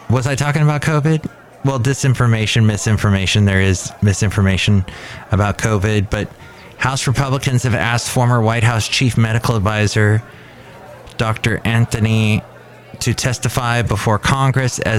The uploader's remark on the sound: podcasts live from Cafe Anyway